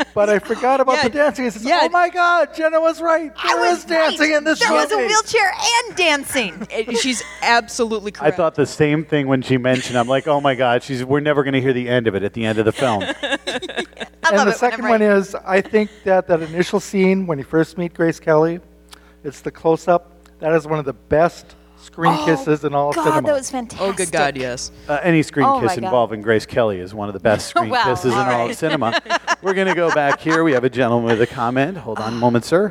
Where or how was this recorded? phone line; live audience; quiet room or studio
live audience